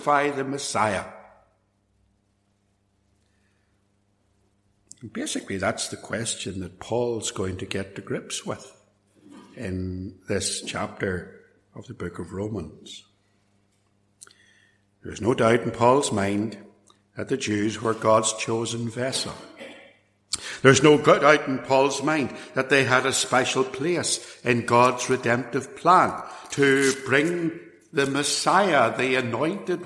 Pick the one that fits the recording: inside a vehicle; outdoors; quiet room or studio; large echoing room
large echoing room